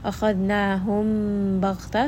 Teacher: merging the meme and the ba together because both of them have similar makharij. Akhadnahum Baghta, so make sure you spend a little bit of time and truly go up into the nose to give it that proper ghunna.